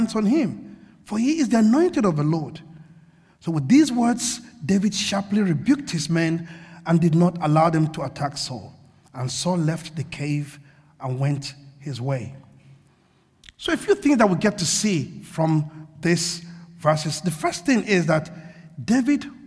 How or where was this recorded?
large echoing room